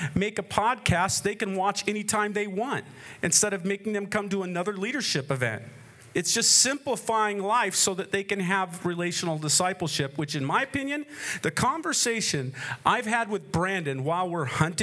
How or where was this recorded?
live audience